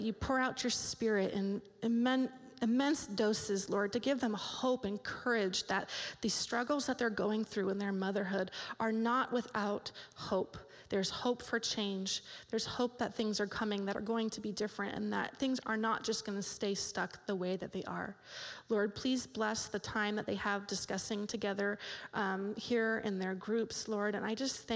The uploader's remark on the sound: This live audio recording was taped at Cornerstone Community Church’s Mom2Mom group in Wildomar, CA on October 6th, 2016